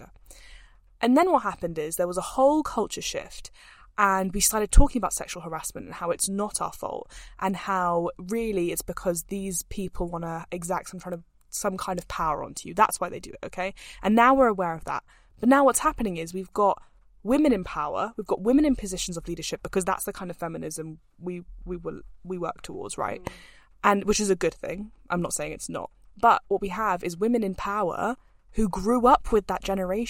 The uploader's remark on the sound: We are broadcasting straight from the car.